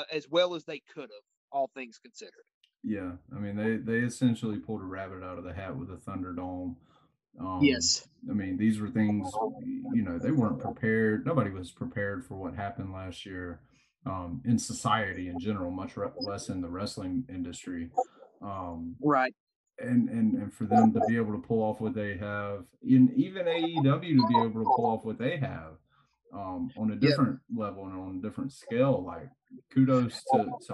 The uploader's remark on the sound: Was fighting audio issues throughout the episode.